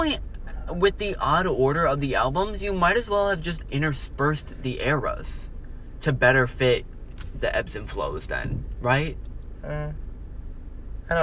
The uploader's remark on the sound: They record this live from their car after the concert. The quality is actually pretty good.